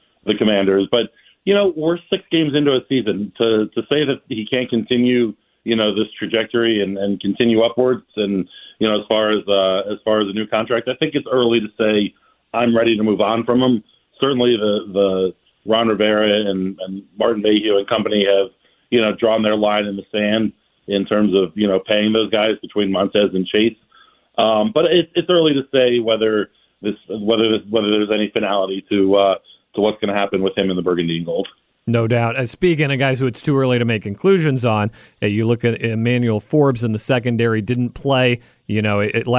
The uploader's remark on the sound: joined via the phone lines